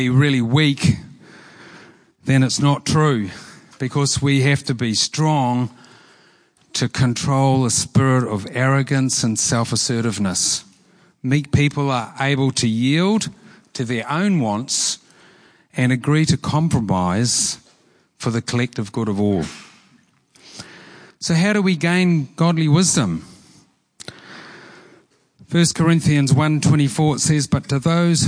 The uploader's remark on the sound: Preached at Horsham Downs on 13/08/23